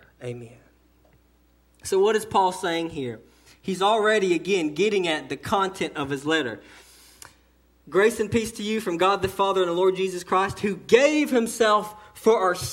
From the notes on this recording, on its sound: Sermon delivered to Cottondale Baptist Church in Eastman, GA on 1/21/18 during the morning service.